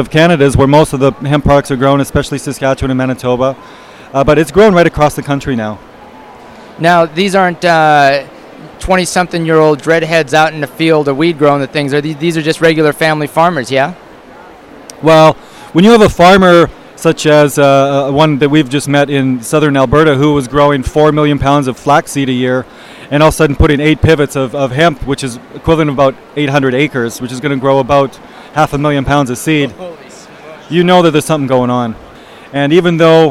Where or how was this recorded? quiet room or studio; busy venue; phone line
busy venue